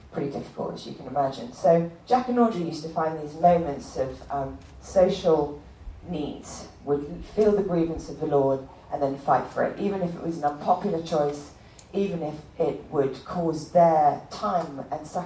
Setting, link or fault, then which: setting, live audience